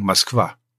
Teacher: ein unbetontes O wird wie A ausgesprochen · Term: Akane